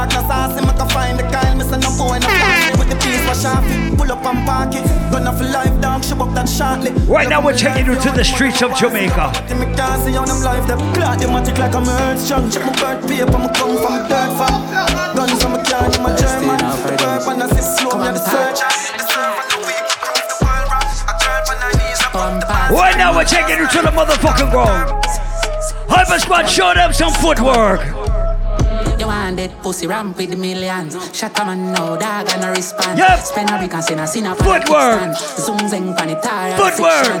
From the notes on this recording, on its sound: Recording of my segment at Island Saturdays on July 22nd.